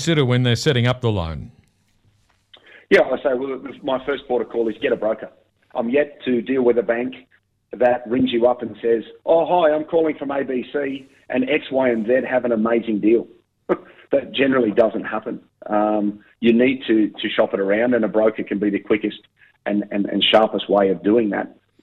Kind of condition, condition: link, phone line